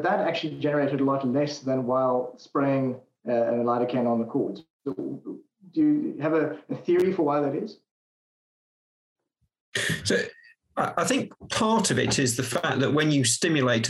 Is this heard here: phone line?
no